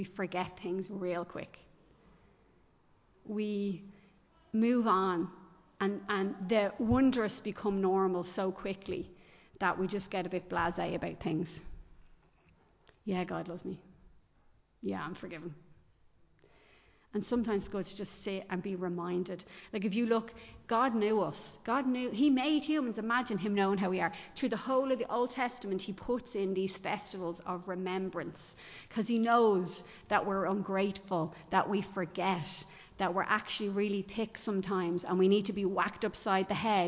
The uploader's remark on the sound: Recorded live in Liberty Church